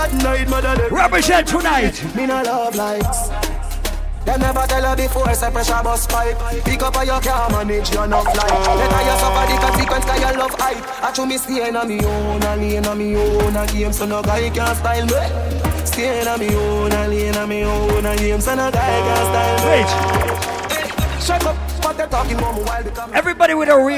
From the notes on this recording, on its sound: Live Juggling from Island Saturdays